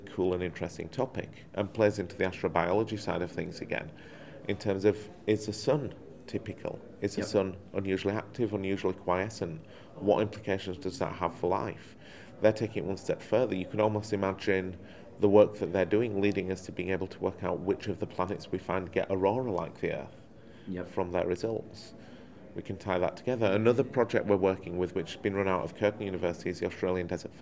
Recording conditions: busy venue